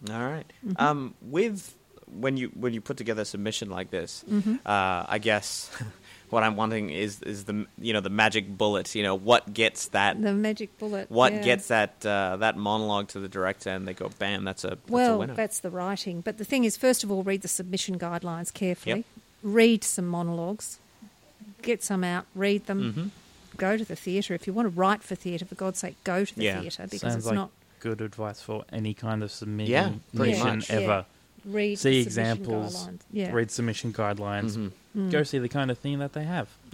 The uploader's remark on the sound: Recorded live at the Brunswick Street Bookstore.